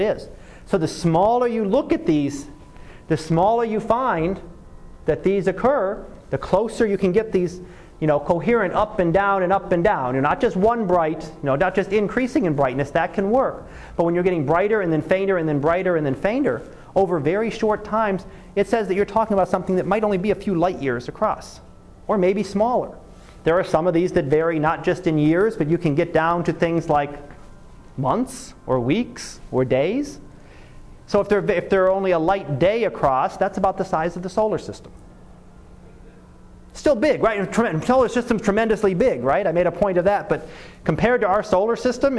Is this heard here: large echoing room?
yes